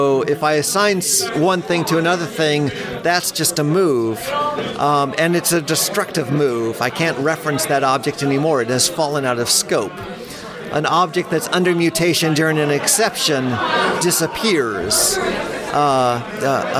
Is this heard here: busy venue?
yes